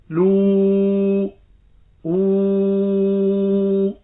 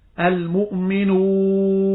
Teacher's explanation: يرتفع أقصى اللسان ارتفاعا طفيفا في اتجاه الحنك الأعلى بحيث يسمح بمرور الهواء دون أدنى احتكاك، وتكون الشفتان في وضع الاستدارة فتقول لو أو. · Term: الواو المادية